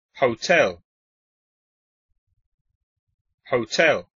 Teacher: En inglés, el estrés, es decir, la sílaba que se pronuncia más fuerte, es la segunda.